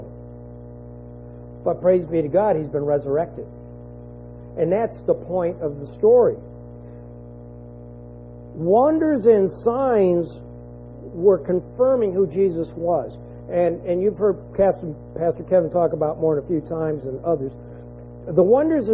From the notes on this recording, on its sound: this audio has been edited to try and reduce an annoying hum in the background, it was not completely erased.